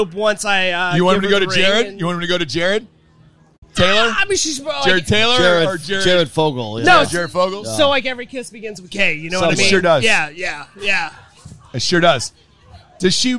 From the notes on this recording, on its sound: tailgate the Tennessee-Florida game with the Volunteer faithful outside Calhouns by The Vol Navy